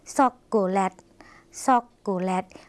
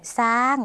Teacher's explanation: ภาษาลาวค่ะไม่มีเสียงชอช้างนะคะ